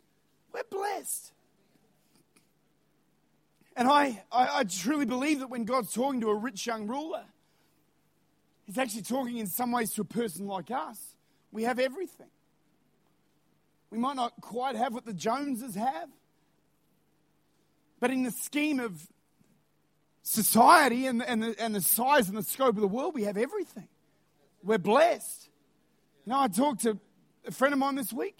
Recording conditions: large echoing room